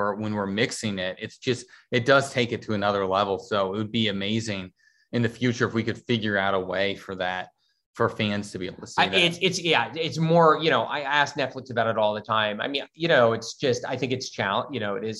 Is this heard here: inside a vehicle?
no